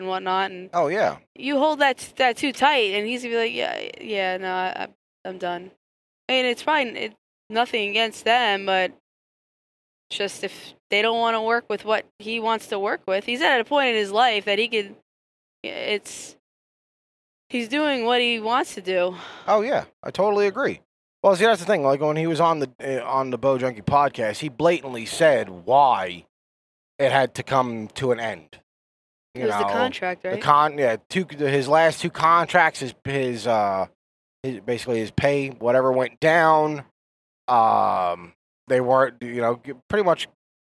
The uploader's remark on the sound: After range time chat in the car.